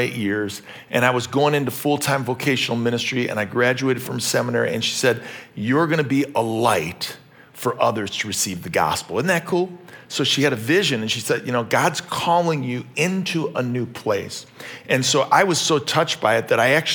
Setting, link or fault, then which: setting, large echoing room